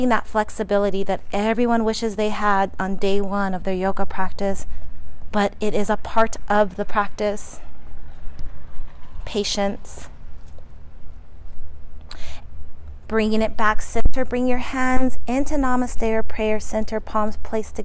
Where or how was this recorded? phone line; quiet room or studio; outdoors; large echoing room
outdoors